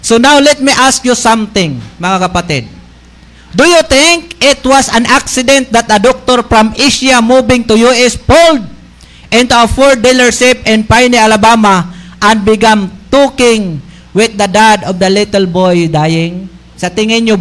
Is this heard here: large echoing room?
yes